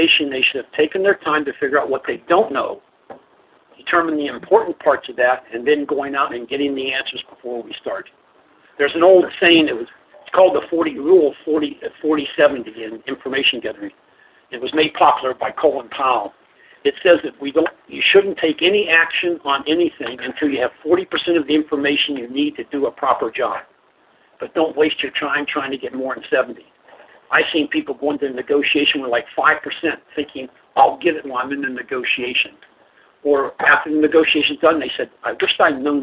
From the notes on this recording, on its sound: As we broadcast live from the Stark Campus of Kent State University. Do a live show from the summit.